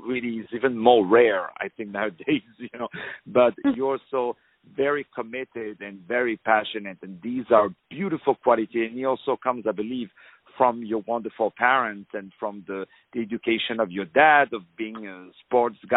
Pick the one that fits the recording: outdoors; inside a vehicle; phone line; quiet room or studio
phone line